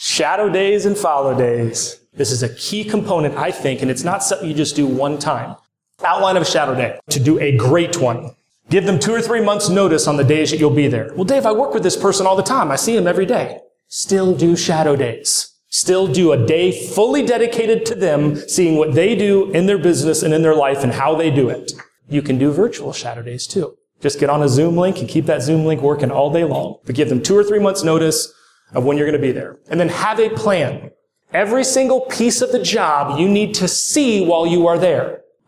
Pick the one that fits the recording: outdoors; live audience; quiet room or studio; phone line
live audience